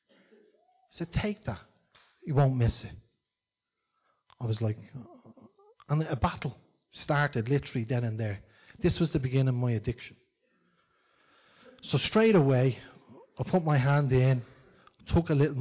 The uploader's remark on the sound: Recorded live in Liberty Church